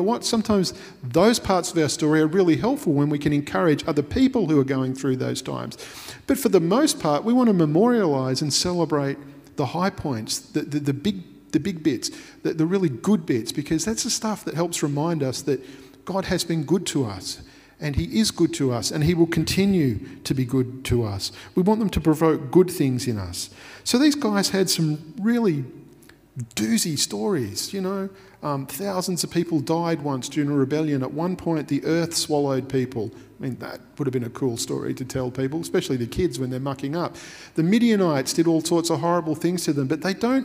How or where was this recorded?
large echoing room